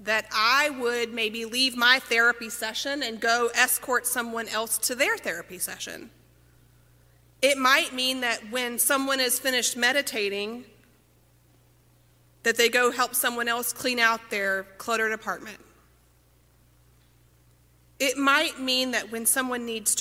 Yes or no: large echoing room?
yes